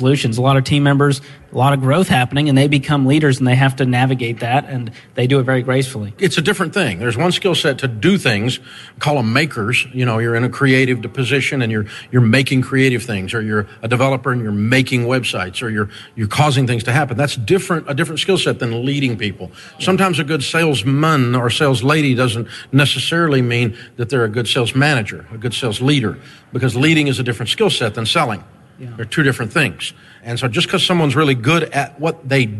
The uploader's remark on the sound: Live From EntreLeadership 1-Day. Over 1,000 small-business owners and leaders from around the country joined us in Grand Rapids, Michigan, to pour into themselves and their businesses.